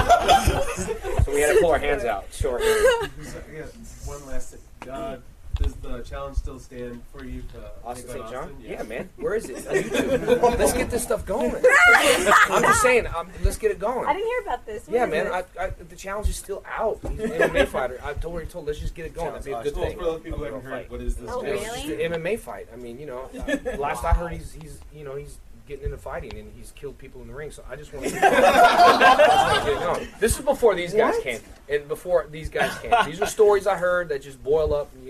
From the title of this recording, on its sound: Power Rangers Press Panel at Anime Central 2008